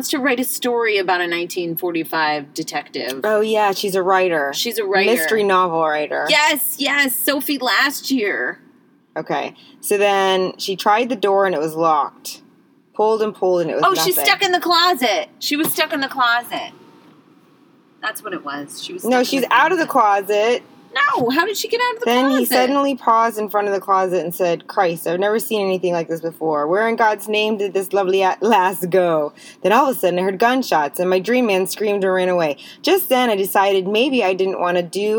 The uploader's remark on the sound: She had to be in the car for the New York City street sweepers!